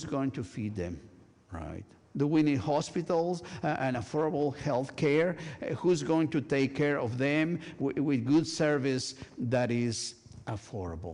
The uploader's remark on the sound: This week's service, recorded live on October 22, 2023. We are located at 12550 Van Nuys Blvd.